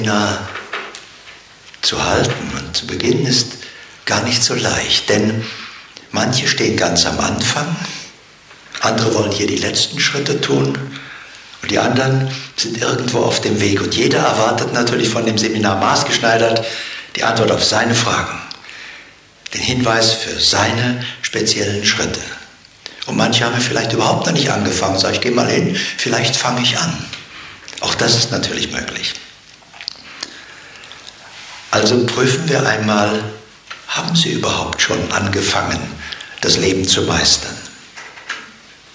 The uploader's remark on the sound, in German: Dieser Live-Mitschnitt ist nicht mit einer Studio-Qualität gleichzusetzen. Hintergrundgeräusche machen das Seminar lebendig.